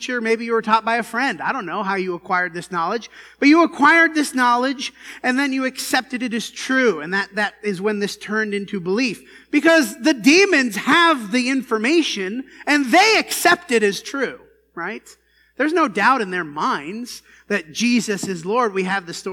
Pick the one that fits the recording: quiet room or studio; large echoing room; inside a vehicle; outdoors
large echoing room